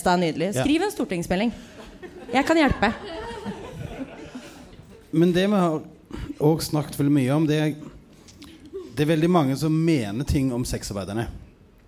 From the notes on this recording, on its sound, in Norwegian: Sesongens siste podkast, live fra Uhørt i Oslo.